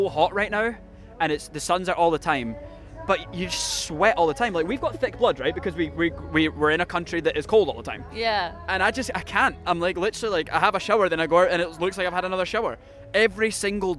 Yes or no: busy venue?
yes